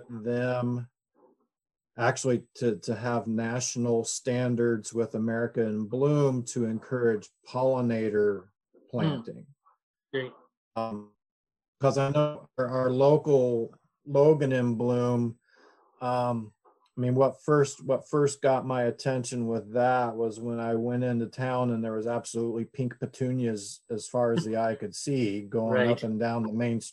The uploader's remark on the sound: Finish our zoom interview.